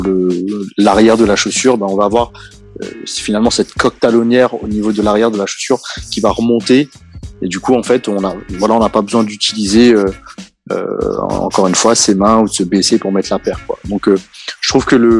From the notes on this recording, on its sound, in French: Pour ce nouvel épisode Zoom